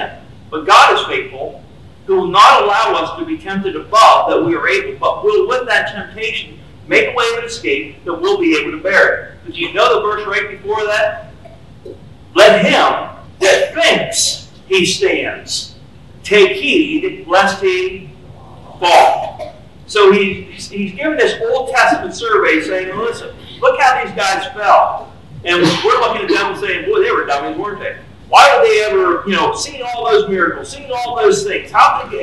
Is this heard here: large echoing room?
yes